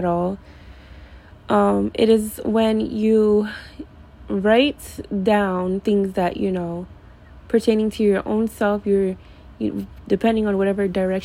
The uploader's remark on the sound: I’m sorry for the background noise.